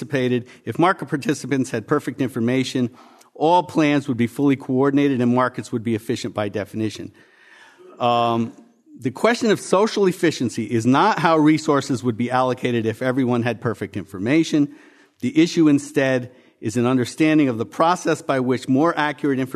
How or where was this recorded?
live audience